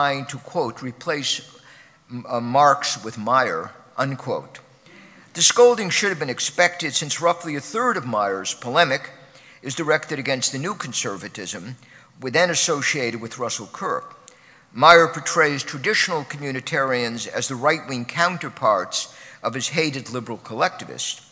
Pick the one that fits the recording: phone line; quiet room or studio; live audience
live audience